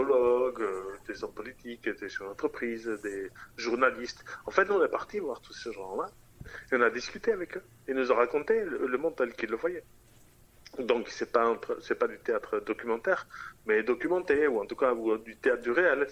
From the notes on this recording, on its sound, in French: Interview réalisée par téléphone